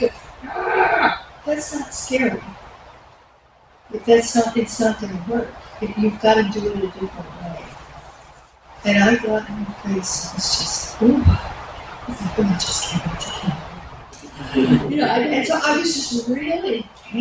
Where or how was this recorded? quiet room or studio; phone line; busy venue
busy venue